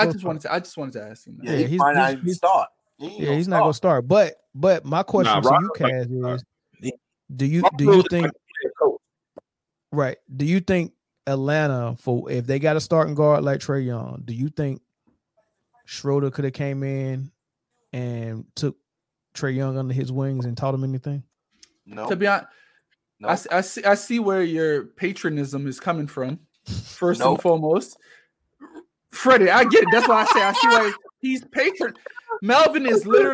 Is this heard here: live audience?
no